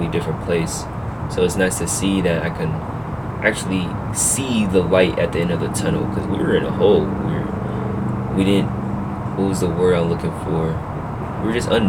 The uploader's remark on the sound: sorry about the background noise